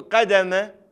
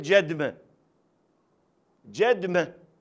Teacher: في لهجة أهل الجنوب، أهل العراق، أهل الخليج، يصحفون القاف إلى جيم · Shown in: second take · يعني بدل ما يقول قدمة يقول جدمة، جدمة، جيم دال ميم هاء.